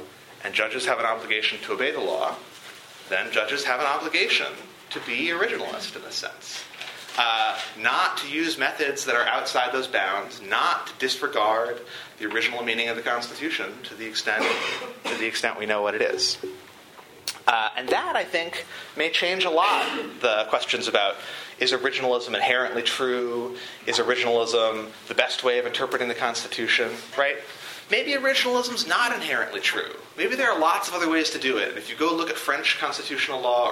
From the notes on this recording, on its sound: This lecture was recorded on February 13, 2015, at the University of Chicago Law School.